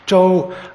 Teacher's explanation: And the syllable Joe in spoken Mandarin tends to carry first tone, this high level tone, Joe, about two-thirds of time.